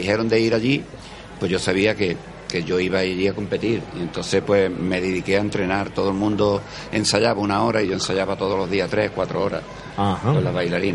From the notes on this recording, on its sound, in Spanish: Certamen Audiovisual de Cabra. Grabada en la 24 edición del “Certamen de creación audiovisual de Cabra. Hasta el certamen nos desplazamos parte del equipo.